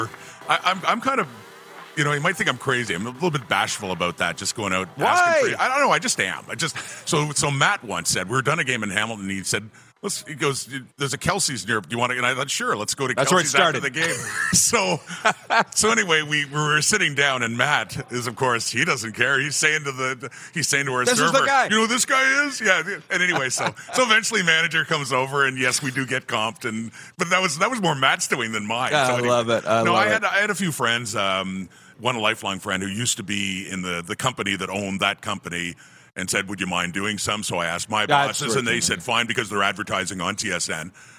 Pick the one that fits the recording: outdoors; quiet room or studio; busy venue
busy venue